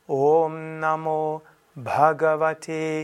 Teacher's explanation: Das Bha, also das H ist hörbar